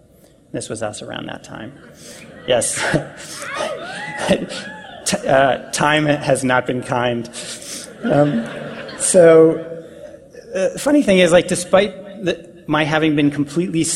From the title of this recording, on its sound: PAX East Keynote